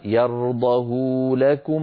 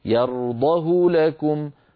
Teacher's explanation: ولو قرأ إنسان أمام أي أستاذ متلق للقرآن الكريم برواية حفص عن عاصم فقال يرضه لكم، فطول ضمة الهاء قليلا، يقول له الأستاذ: لا، يرضه لكم ضمة من غير إشباع · Shown in: second take